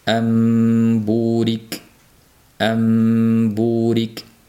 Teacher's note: nunni o'qimasdan to'g'ridan to'g'ri mimga o'tib ketilinadi va bu mimning g'unnasini bildirish uchun taqriban 2 harakat miqdorida ushlab turiladi · Term: iqlob